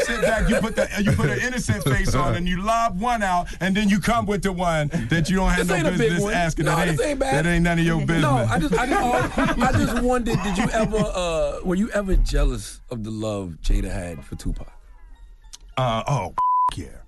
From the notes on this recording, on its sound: we opened up the phone lines